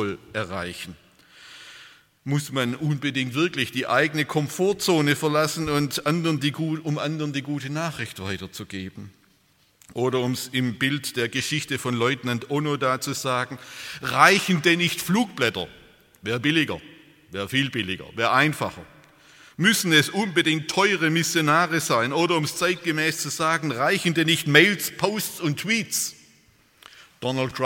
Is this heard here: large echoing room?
yes